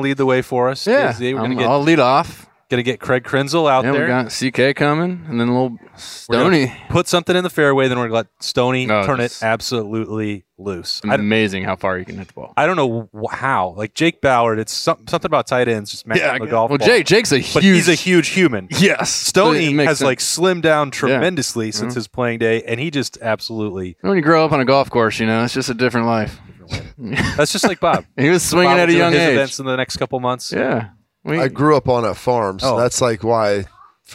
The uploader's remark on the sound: Lettermen Live is back at Roosters on Olentangy River Road in Columbus